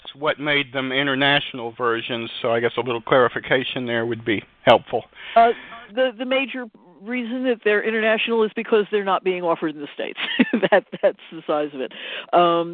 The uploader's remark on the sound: Live interview. Will phone.